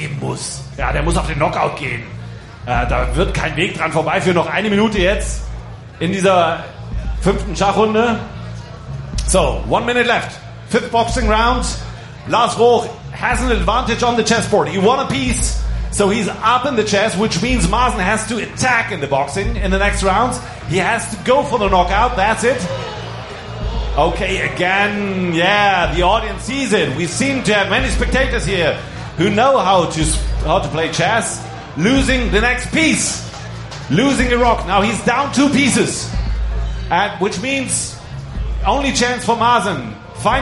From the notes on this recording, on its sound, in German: Relive: IFCX Kampf 1. März der Intellectual Fight Club in Berlin statt. War für uns vor Ort. Den IFCX live kommentiert.